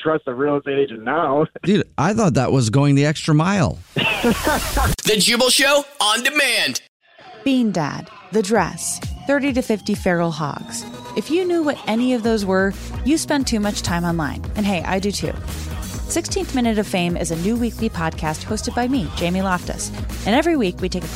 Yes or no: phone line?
yes